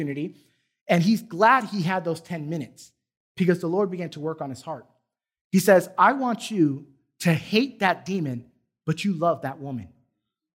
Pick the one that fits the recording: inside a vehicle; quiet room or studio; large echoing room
large echoing room